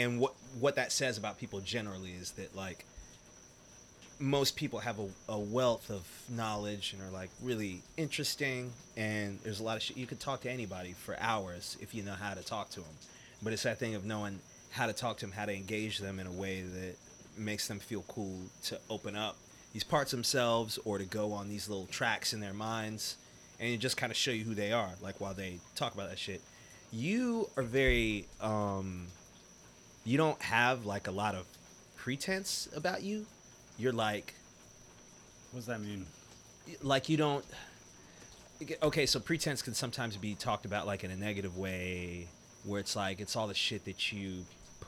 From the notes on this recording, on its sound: recorded outside in South Carolina, during the rain, alongside all the frogs and insects.